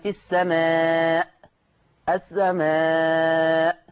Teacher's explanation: مقدار المد المتصل عند ورش الإشباع قولا واحدا، الإشباع قولا واحدا، ست حركات